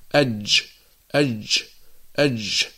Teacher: والجيم الفصيحة أيها الإخوة محبوسة الصوت، فالمنطقة التي يخرج منها الجيم مغلقة تماما، فيقع انحباس للنفس، نقول أج أج أج، لا نقول أج أج أج، ليس هنالك يعني جريان للنفس، وإنما هو انحباس للنفس، نقول جا جا، لا نقول ج ج ج، وإنما نقول أج، فهي ليست رخوة ولا نقول أج.